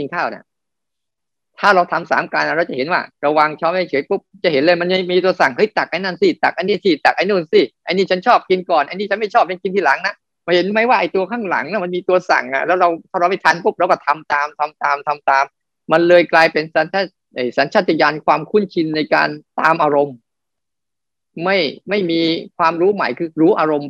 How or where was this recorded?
video call